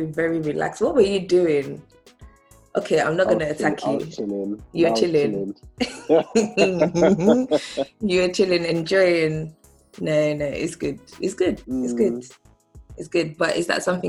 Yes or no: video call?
yes